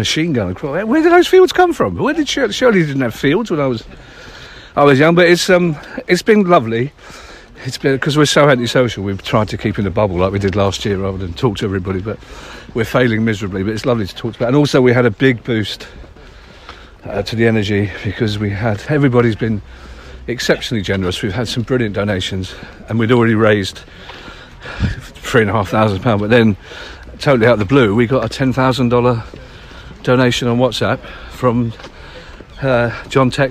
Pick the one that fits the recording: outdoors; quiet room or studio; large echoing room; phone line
outdoors